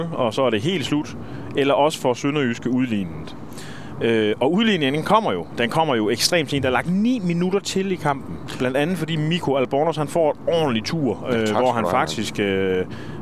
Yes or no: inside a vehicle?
yes